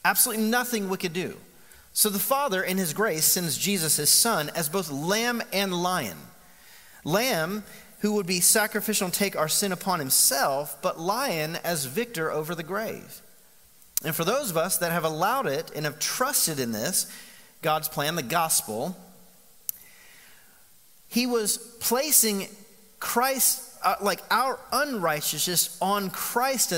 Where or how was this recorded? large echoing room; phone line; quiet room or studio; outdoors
large echoing room